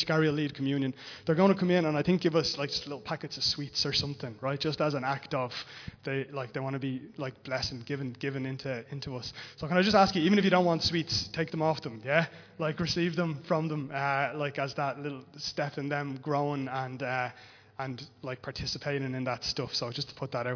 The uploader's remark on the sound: Recorded live in Liberty Church on 26 September 2021